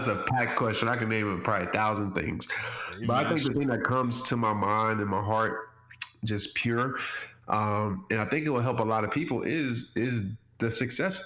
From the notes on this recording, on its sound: discuss via phone call